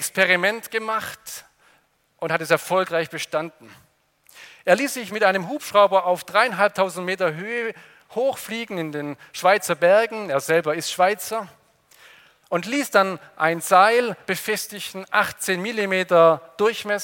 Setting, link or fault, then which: setting, large echoing room